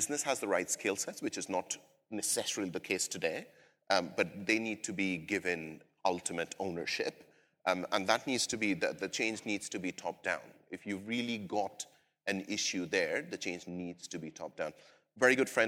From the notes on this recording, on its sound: LIVE at the Marketing AI Conference. On the main stage of the Marketing Artificial Intelligence Conference. Recorded live in Cleveland, OH.